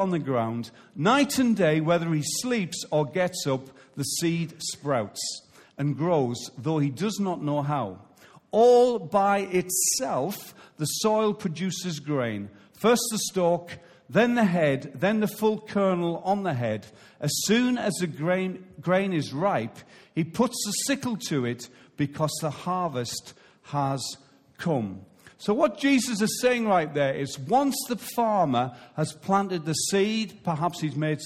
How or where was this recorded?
large echoing room